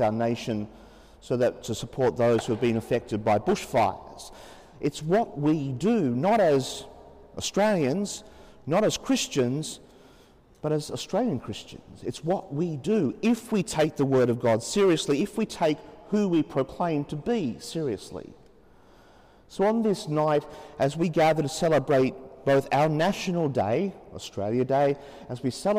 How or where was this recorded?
large echoing room